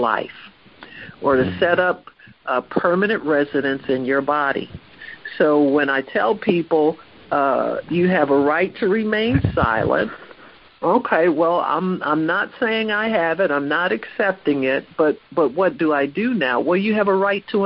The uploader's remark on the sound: HEALING TEACHING CONFERENCE CALL.